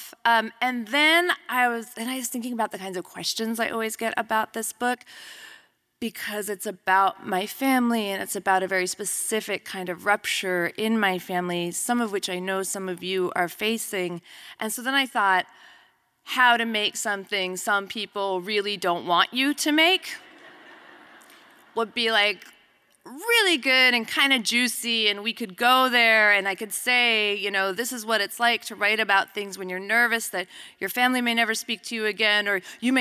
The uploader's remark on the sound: Here at Literary Arts, our role is to bring the featured author to town for a talk in front of a live audience.